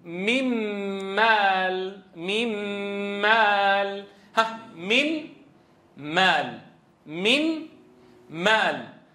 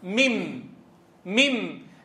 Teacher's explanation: هي غنة الميم. فحين تقول ميم أنت الآن تقرع مخرج الميم، والميم مغنون، إذن أصبح إدغاما كاملا